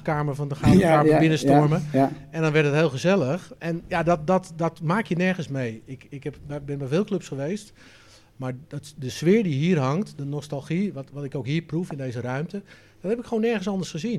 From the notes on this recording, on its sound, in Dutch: Opname van de presentatie van het boek. 'Een geweldig decor onder de tribune waar het naar clubliefde en nostalgie ruikt.